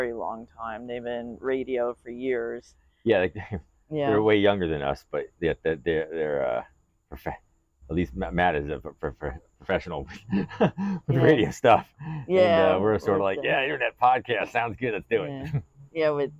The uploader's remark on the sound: We're outside on our beach chairs, on the deck!